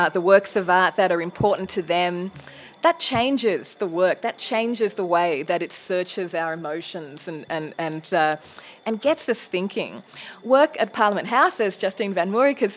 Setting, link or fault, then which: setting, busy venue